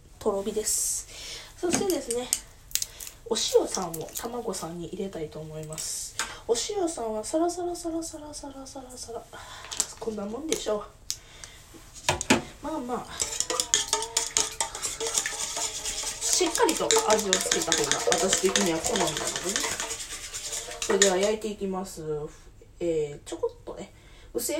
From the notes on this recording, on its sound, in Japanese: 薄焼き卵を作りながら。From Radiotalk。料理音声。